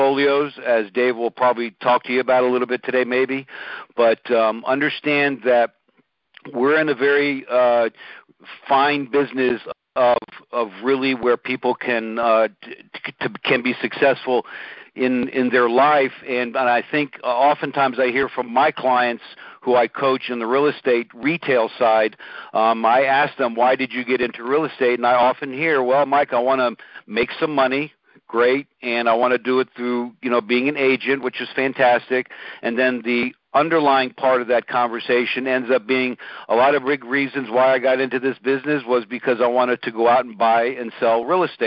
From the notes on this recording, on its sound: Recording posted: Our group call